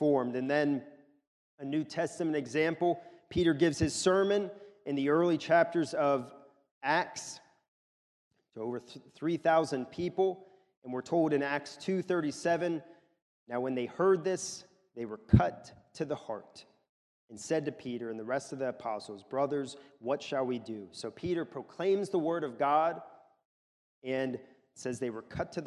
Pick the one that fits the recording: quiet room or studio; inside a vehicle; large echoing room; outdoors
large echoing room